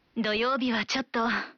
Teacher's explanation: इसकी अंतिम ध्वनि को लंबा खींचते हुए हल्की आवाज में बोलने का भाव है कि आप हिचकते हुए मना कर रहे हैं।